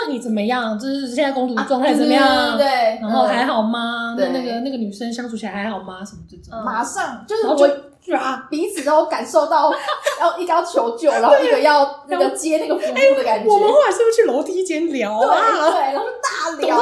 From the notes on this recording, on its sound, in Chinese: 在80坪大四房錄音，空間感有夠重跪求大家見諒